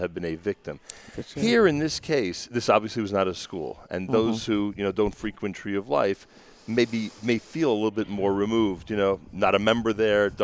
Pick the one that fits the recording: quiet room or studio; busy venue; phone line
busy venue